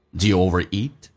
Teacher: do 会弱化成 the，you 说成 ye，用降调来发 do